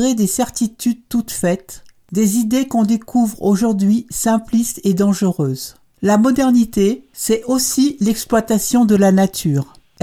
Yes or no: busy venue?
no